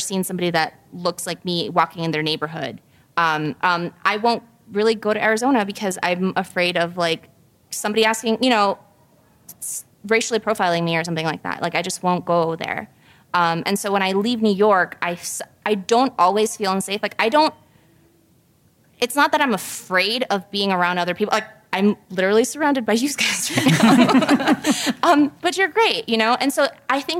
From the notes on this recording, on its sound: This episode was recorded live at FanX Salt Lake (formerly "Salt Lake Comic-Con")